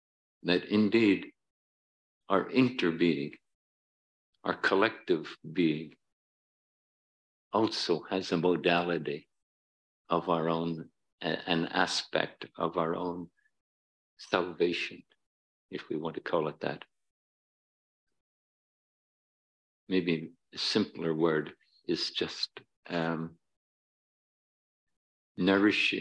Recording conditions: large echoing room